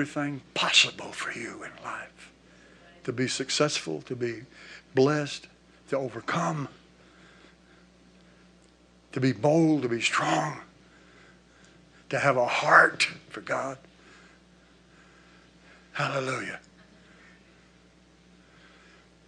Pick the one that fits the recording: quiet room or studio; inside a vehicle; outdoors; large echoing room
large echoing room